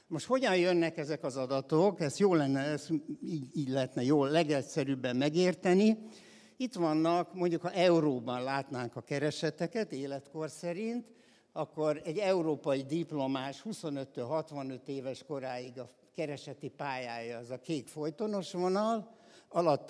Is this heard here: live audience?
yes